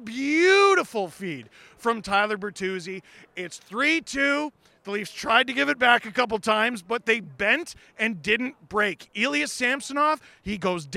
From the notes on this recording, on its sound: LIVE from Avicii Arena in Stockholm, Sweden!